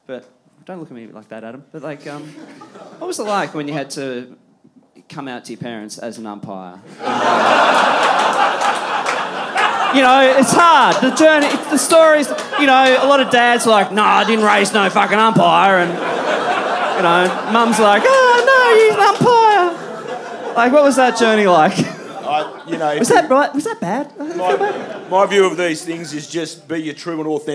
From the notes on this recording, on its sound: September Live Show. From Wayne Jackson Studios.